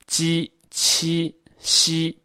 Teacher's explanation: 这叫舌面音，发音的时候呢，气流从舌面上通过